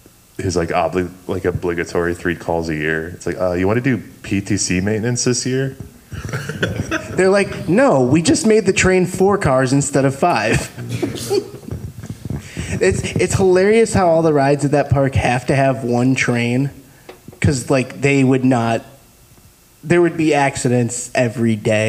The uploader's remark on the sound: Live at Belvidere Cinema! LIVE from the Belvidere Cinema Gallery as a part of their Six Flags Great America meetup!